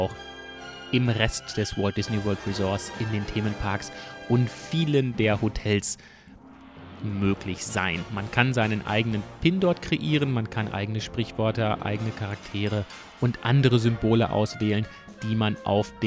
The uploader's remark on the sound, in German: MouseNews live aus dem Disneyland Resort Paris. Im Tower of Terror.